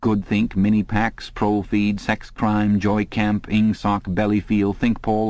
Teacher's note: words of two or three syllables, with the stress distributed equally between the first syllable and the last. The use of them encouraged a gabbling style of speech, at once staccato and monotonous.